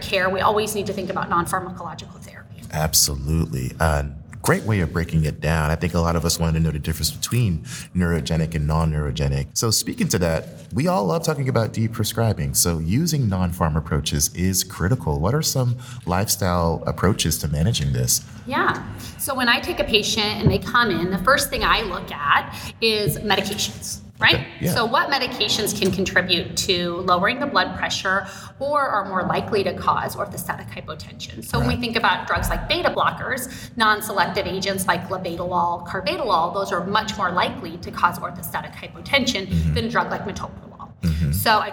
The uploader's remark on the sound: interviews LIVE at the 2022 Annual Meeting